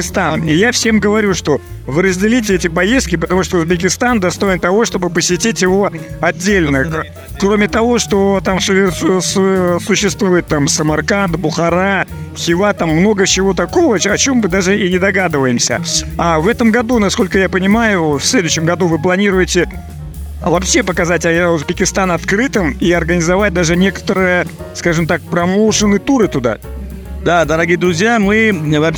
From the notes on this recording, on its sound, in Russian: Выставка «Поехали 2023». Записано с 1 по 3 декабря на месте событий - Москва, Краснопресненская наб., 14, ЦВК «Экспоцентр».